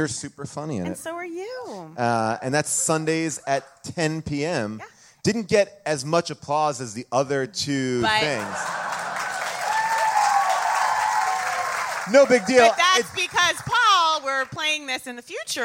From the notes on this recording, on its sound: Recorded live from the Largo theater in Los Angeles